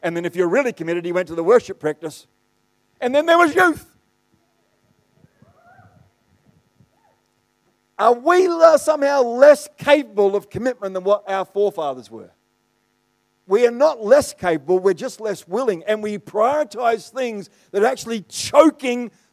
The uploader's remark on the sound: The live stream of Destiny Church Atherton.